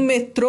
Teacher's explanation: Porque com o acento a gente já sabe, ah, no metrô a palavra, a sílaba mais forte é o tro · Term: sílaba tônica